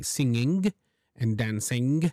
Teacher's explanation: north of England, would pronounce the final G